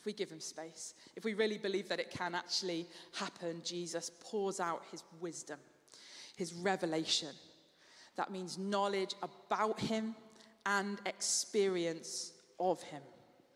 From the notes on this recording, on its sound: Streamed live at St Paul's Shadwell